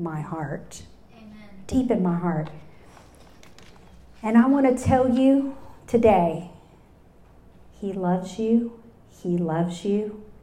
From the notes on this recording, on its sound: It was recorded live at the Women of the Canyon Spring luncheon that 200 women attended.